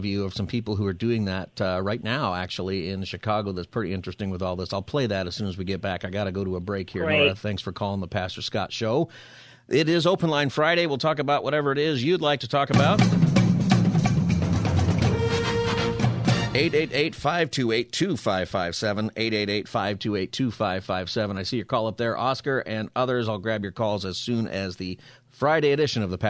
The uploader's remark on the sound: Open Phone Friday